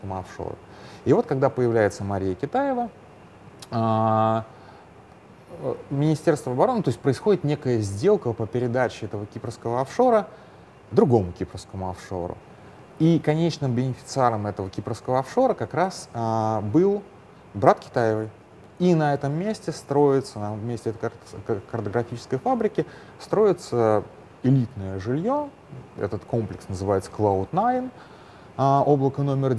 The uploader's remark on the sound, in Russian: Пока записывался, поменяли гейт, но на самолет я все же успел